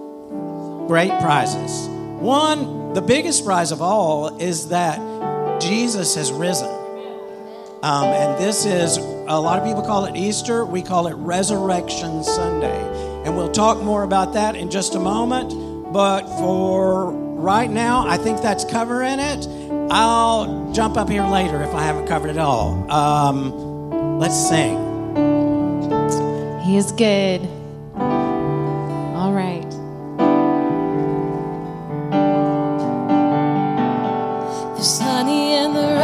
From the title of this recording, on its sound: Full Sunday Service